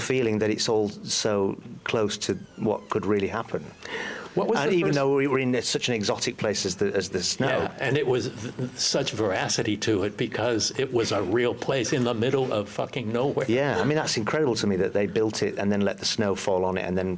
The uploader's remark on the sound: LIVE at Grimmfest. LIVE from Manchester England's Grimmfest.